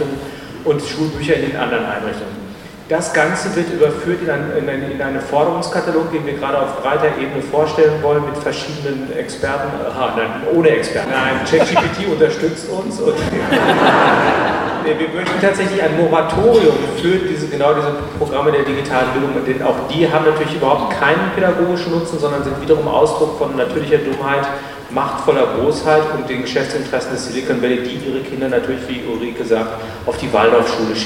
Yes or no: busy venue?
yes